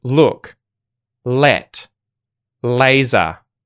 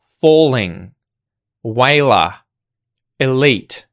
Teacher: You'll hear the light L sound in English when it's followed by a vowel sound. So it's going to be at the front of a word or at the front of a syllable with a vowel sound after it, such as look, let, laser.